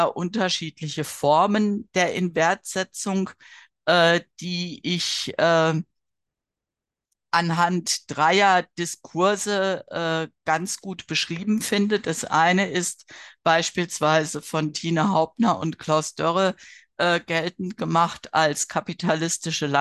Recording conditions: video call